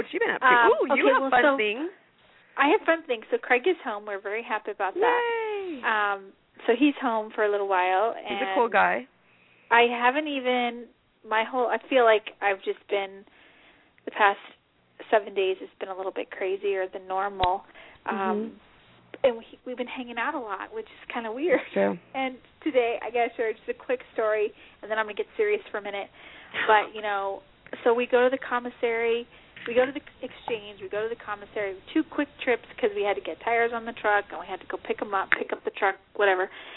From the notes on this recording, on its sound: Calls in from Florida. From sunny southern California and we air a prerecorded interview. Calling in from Italy.